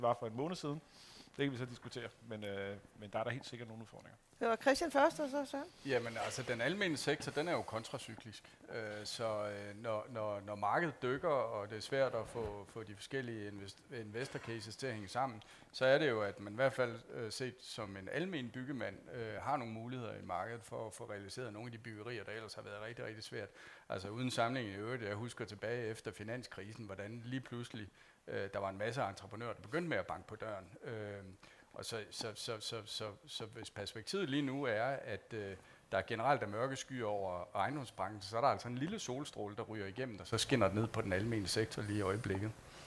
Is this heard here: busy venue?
yes